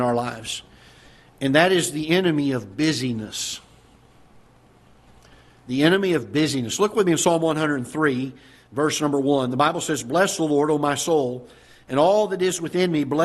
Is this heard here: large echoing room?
yes